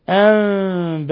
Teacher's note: نون ساكنة جاء بعد حرف الباء إقلاب في نفس الكلمة، حيث قلبنا النون الساكنة ميما مخفاة عند الباء. وعندنا مد متصل مرسوم على واو، أنباء يمد من 4 إلى 5 حركات.